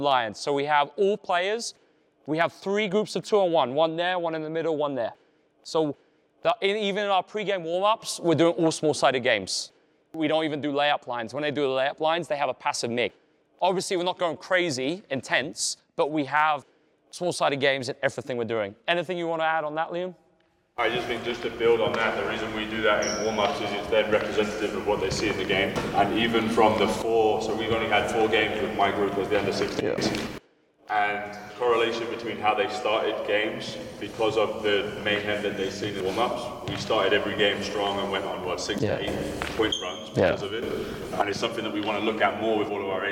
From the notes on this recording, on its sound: Behind the scenes with some sounds of a recent coaches clinic. Debriefing and conversing with players and coaches.